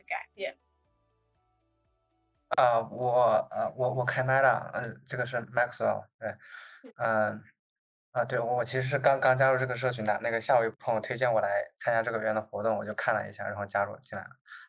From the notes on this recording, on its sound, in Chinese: 开展了一场线上圆桌交流。我们截取了其中部分讨论制作了本期节目。